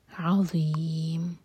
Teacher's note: عظیم، عین حلق سے اور ان میں میم کو ساکن کیا جائے گا